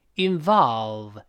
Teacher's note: involve 这个字母 o 这里发啊的音